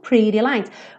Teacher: esse rarara no T e no D é uma característica bem típica do inglês americano